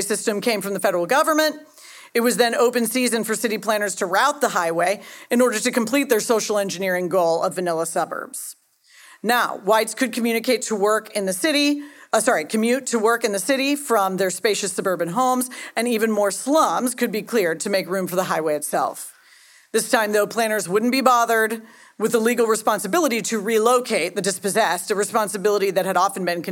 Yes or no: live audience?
yes